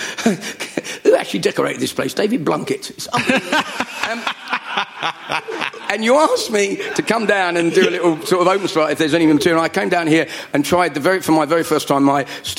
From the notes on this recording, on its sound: Recorded at our private #SpursShowLIVE exclusively for Spurs Show Season Ticket Holders. We’re giving it to you in full length, unedited fashion. The live audience for this live podcast.